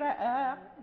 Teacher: إذا وقفنا على رأى انقطع النفس نقول رأى، لا بد أن ترجع الإمالة